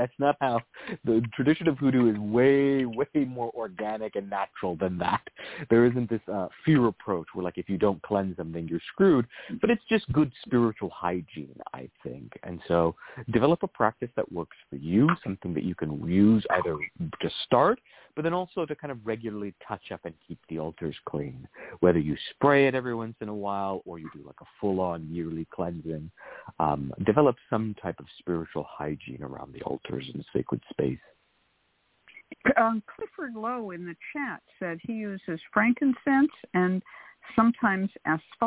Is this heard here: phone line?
yes